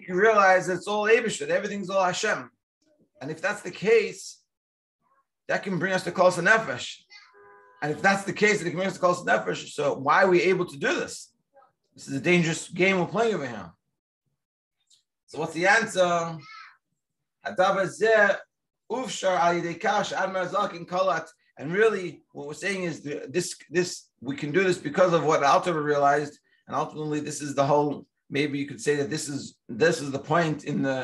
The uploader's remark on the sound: Daily Zoom Shiur.